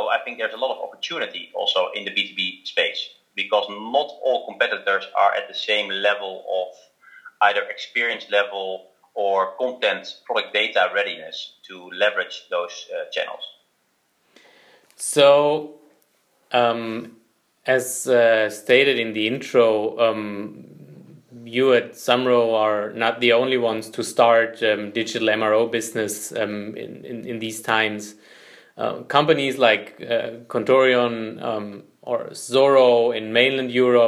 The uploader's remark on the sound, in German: Interview aufgezeichnet per Telefon